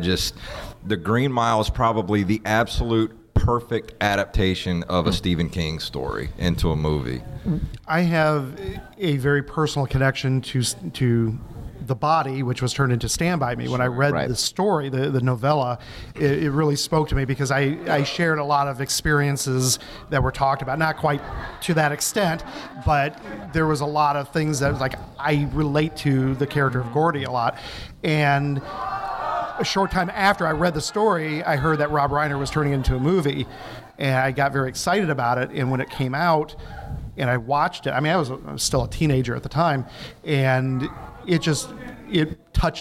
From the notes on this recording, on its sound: answer questions from the audience!